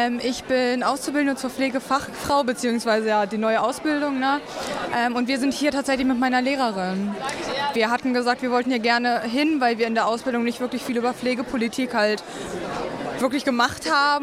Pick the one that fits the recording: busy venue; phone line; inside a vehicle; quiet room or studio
busy venue